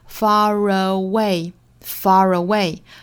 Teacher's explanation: far 和 away 之间有一个小连读，连出一个 r 的发音